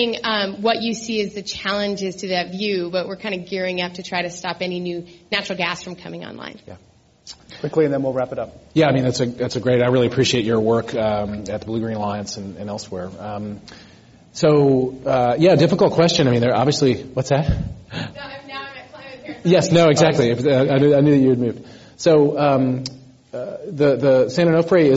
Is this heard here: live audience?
yes